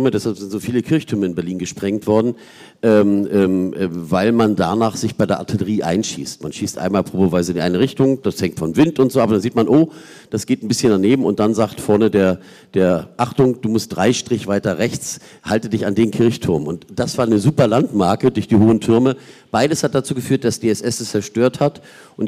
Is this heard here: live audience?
yes